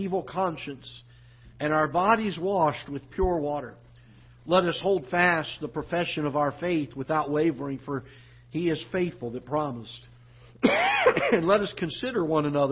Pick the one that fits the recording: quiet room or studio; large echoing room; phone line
large echoing room